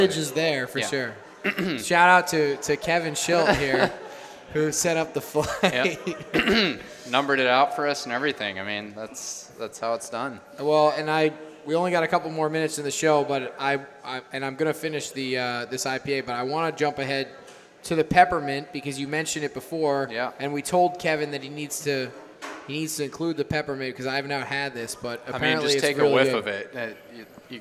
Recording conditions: busy venue